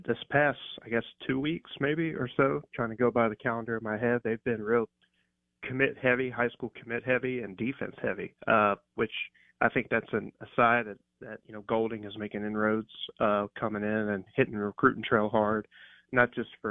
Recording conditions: phone line